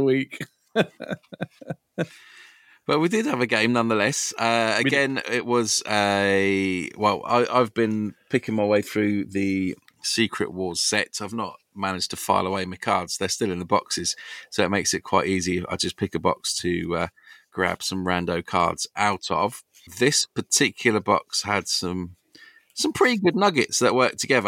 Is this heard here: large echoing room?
no